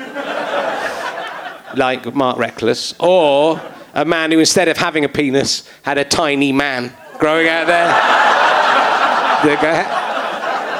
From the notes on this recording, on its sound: Leicester Square Theatre Podcast. To the consternation of his audience who just want to hear the old ones.